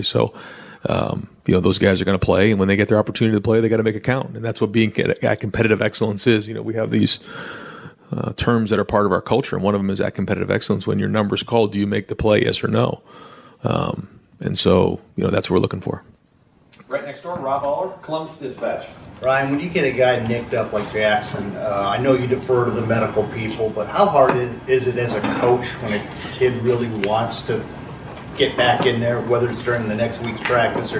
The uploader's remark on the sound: media press conference